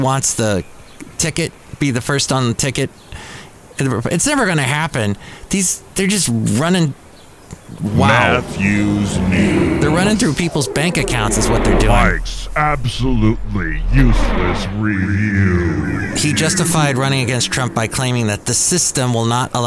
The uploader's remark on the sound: podcasts live from Café Anyway